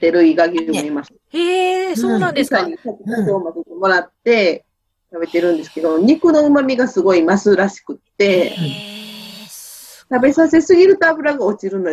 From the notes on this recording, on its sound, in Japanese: Zoom収録